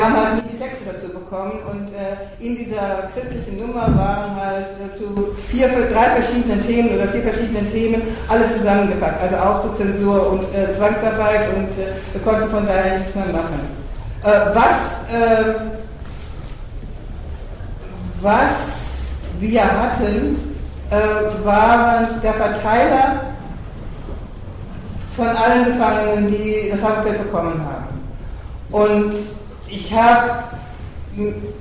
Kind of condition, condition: setting, live audience